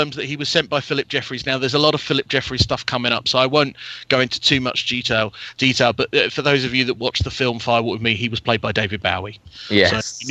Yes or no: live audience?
no